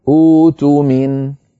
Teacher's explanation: اتفقنا على أن الهمزة الأولى هي مضمومة لأن الحرف الثالث مضموم أؤتومين، فعندئذ نبدل الهمزة الثانية الساكنة حرف مد من جنس الضمة وهو الواو، فيصير البدء الاختباري بها أؤتومين.